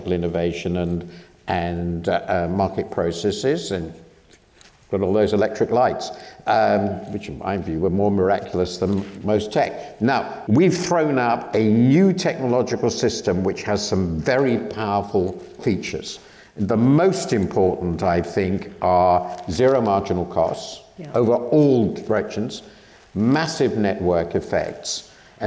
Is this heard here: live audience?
yes